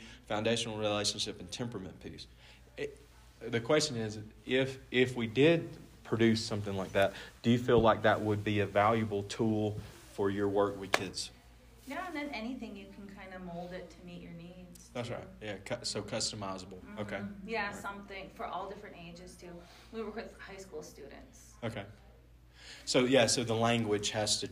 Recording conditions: live audience